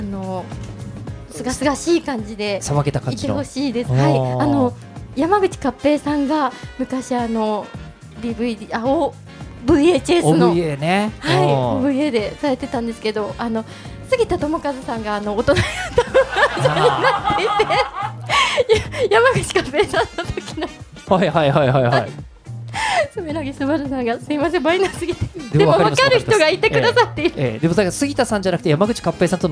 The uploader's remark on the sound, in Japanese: 実際にあるスナックをお借りして10月1日に公開収録を行っちゃいましたー！